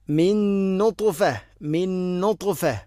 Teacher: നൂന് സാക്കിനയ്ക്ക് ശേഷം നൂന് ഇദ്ഗാം കാമിൽ പൂർണ്ണമായിട്ടും അവിടെ ഇദ്ഗാം ചെയ്ത് ഉച്ചരിക്കണം.